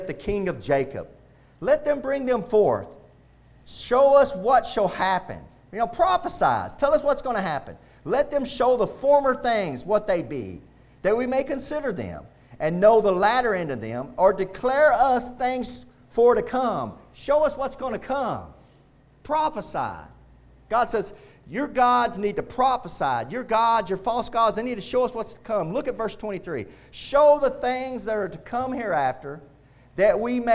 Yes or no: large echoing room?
yes